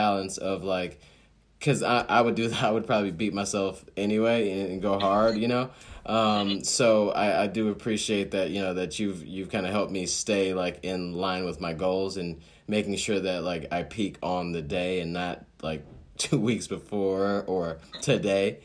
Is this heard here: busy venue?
no